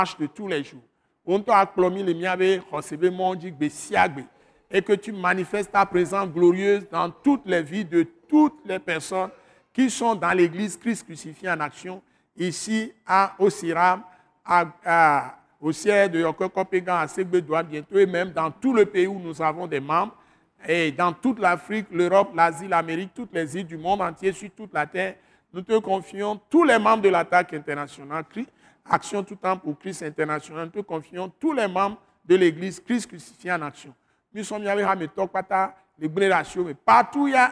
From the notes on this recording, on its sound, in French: Enregistré lors de la Soirée de Célébration et de Prière hebdomadaire de l’Église Christ Crucifié en Action (implantée par l’ATAC International), est prêché simultanément en français et en Mina, une langue locale du Togo.